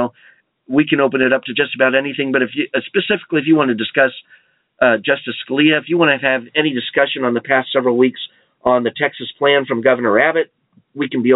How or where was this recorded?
phone line